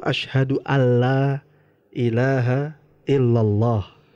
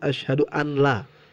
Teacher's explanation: Jadi memang kalau dalam tulisan itu ada huruf nun, nun mati bertemu dengan lam. Jadi kalau ada nun mati bertemu huruf lam dia langsung idgom kepada huruf lamnya jadi nunnya tidak terucap · Shown in: first take · maka kita ucapkannya ashadu alla ilaha illallah bukan ashadu anla karena dia idgom ya idgom bilaguna.